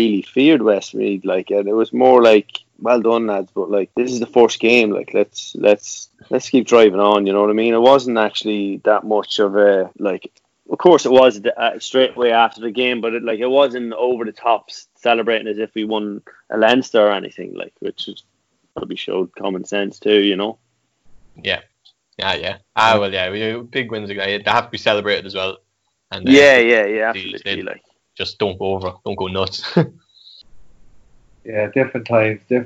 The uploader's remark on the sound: Louth and Proud has gone full quarantine with a nostalgia packed podcast on Zoom no less!